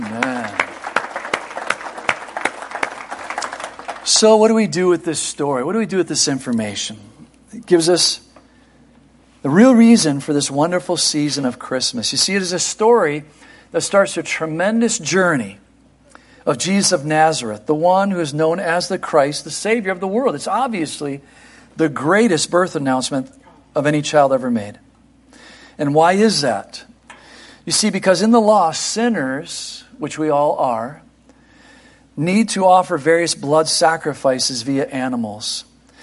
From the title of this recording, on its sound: Christmas Eve Morning Service 2023